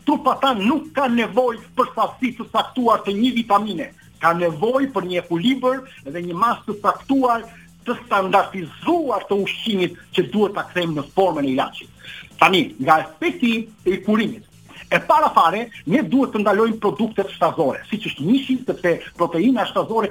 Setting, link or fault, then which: link, phone line